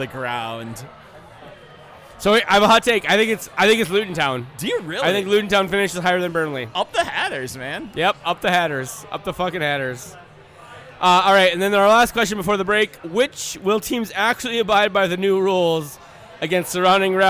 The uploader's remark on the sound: We recorded this in person at the Black Hart.